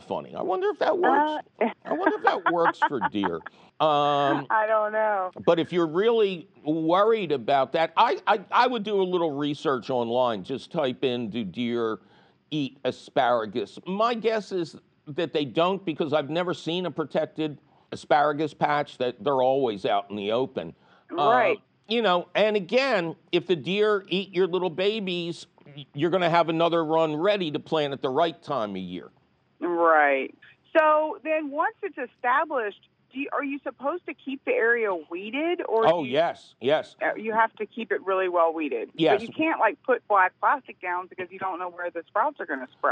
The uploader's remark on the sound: your fabulous phone calls